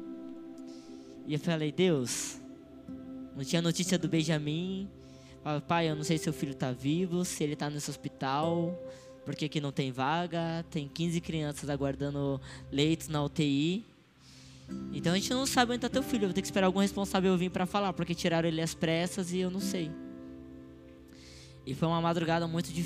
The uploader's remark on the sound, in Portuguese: Áudio do culto de Domingo do dia 11/12/2022.